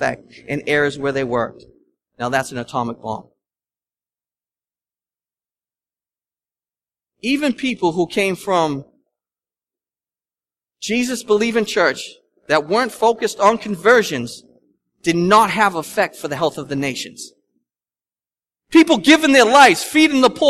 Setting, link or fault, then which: setting, large echoing room